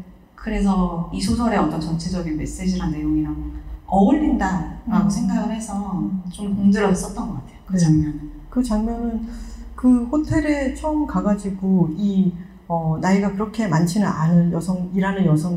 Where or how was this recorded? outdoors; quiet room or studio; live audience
live audience